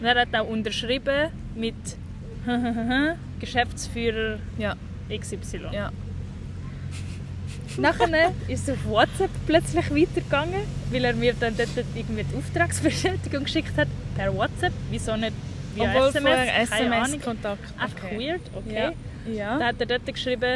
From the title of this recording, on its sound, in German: Live usem Stadtpark